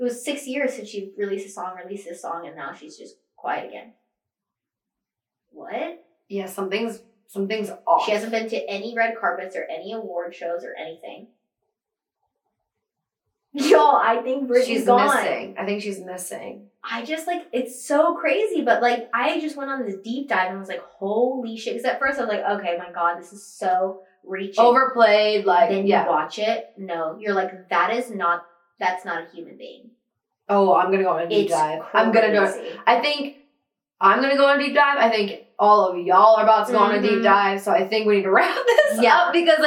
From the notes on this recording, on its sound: Sorry about the audio, next week will be crispy we promise.